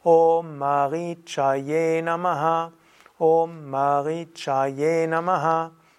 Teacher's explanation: Das I ist lang und das C hier ist das Cha und E ist immer lang im Sanskrit.